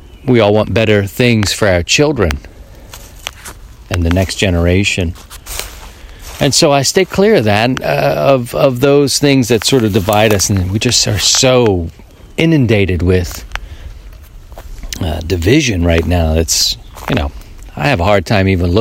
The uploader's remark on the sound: Walk and Talk • Mobile DX. We head back to the field for the old walk and talk.